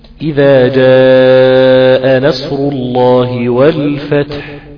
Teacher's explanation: تبين للهمسة أوي هنا في حرف التاء لما تسكن. هتقول إذا جاء نصر الله والفتح، والفتح دي تاء. · Term: الحروف المهموسة